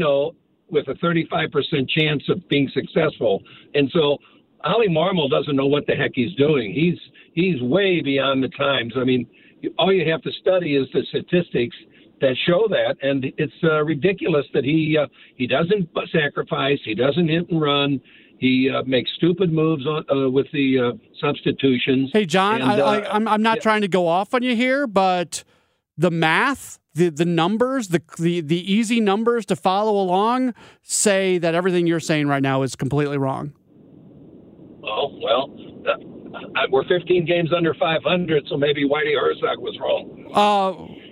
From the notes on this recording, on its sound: Opens up the phones to get your thoughts on this lackluster season. Airs weeknights 6-8PM CT on KMOX barring any Cardinals games.